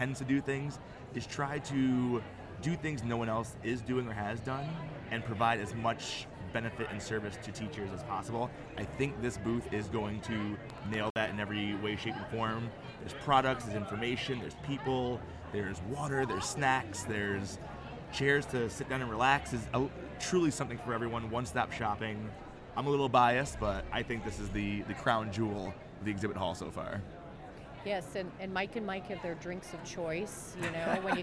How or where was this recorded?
busy venue